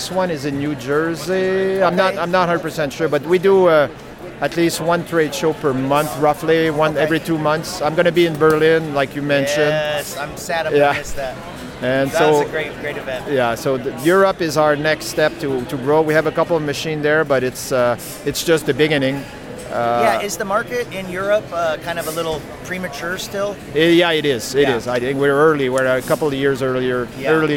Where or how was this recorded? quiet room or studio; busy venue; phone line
busy venue